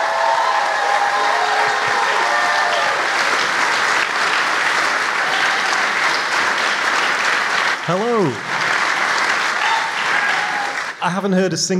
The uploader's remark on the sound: Live from the London Podcast Festival. We didn't actually record it until Saturday night. Took to the stage of Kings Place's Hall One, in front of a crowd of around 350 loyal listeners, as part of this year's London Podcast Festival. Answer a bunch of audience questions. As ever with our live shows, it's pure chaos.